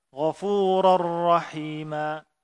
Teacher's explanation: Ra yang datang setelah tanwin adalah ghafuran rahiman. Masuklah tanwin itu ke dalam ra idgham tanpa tersisa gunnah.